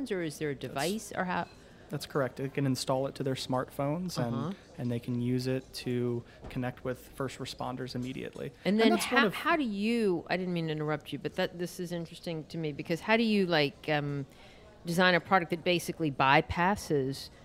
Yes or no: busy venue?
yes